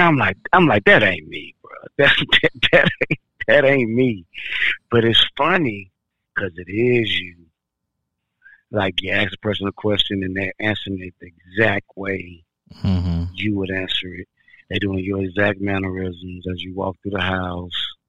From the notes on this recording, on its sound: Run some conversation over the phone. Please bear with us on the audio quality.